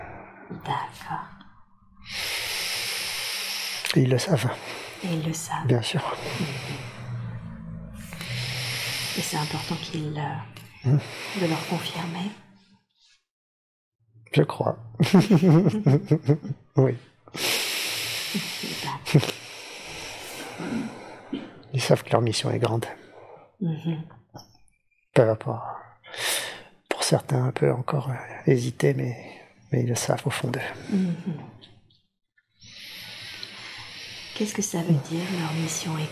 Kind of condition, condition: fault, sounds in the background